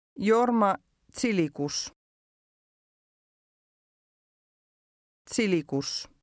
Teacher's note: Here the Z is pronounced something like TS.